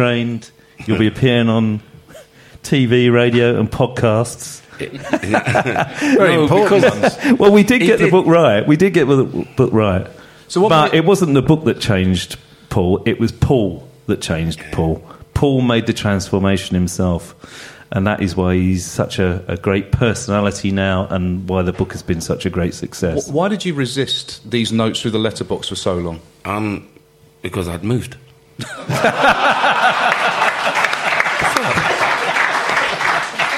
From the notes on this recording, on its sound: Recorded live with a select audience of Chelsea faithful